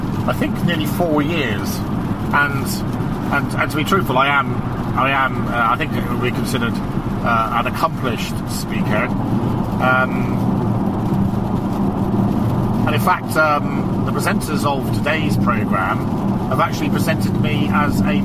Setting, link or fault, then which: setting, inside a vehicle